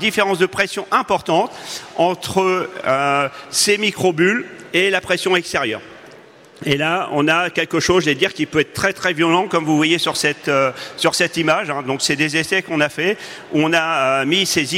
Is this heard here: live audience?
yes